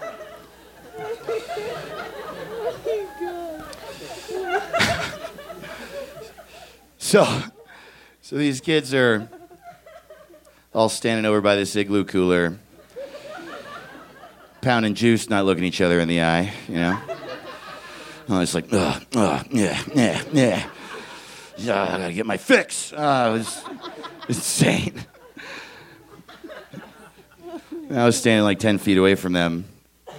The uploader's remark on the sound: He stopped by The Narrators Denver to share this story. Recorded live on 20 December 2017 at Buntport Theater in Denver, Colorado.